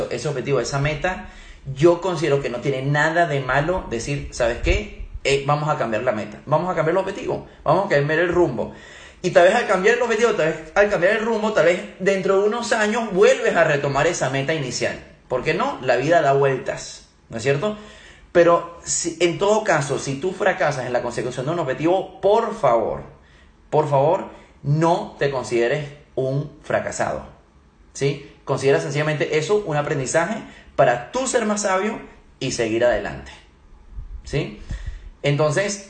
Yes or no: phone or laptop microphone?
yes